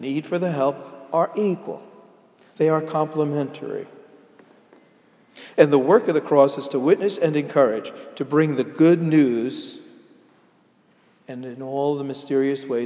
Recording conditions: large echoing room